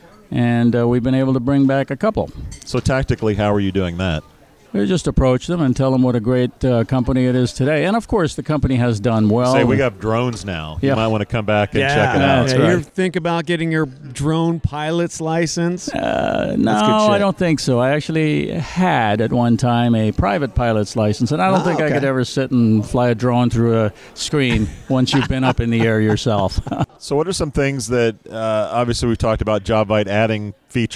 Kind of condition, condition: setting, busy venue